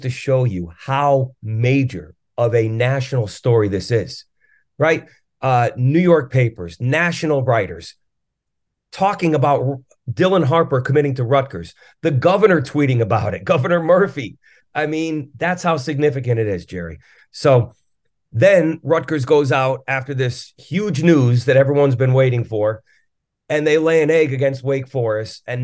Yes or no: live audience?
no